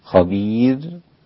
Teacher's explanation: خبير هكذا بترقيق الراء لكل القراء في الوقف. وإذا وصل الإمام ورش فإنه يرققها أيضا، والباقون بالتفخيم.